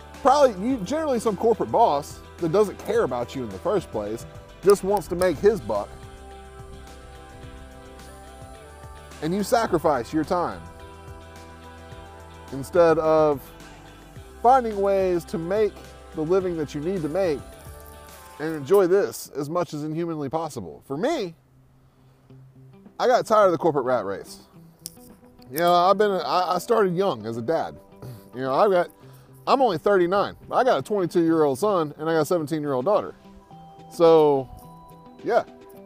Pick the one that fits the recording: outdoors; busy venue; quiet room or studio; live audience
outdoors